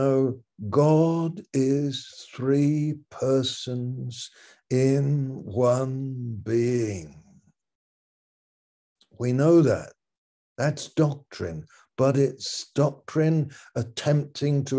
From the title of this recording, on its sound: Malaysia Meets (Zoom)